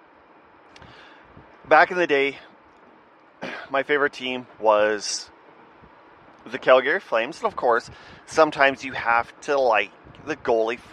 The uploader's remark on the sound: Audio has been improved. I admit my air conditioning in my van made it a little annoying to listen.